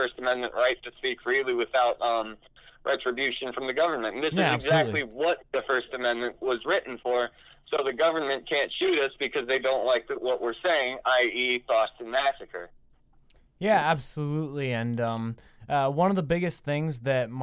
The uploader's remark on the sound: I sit on the phone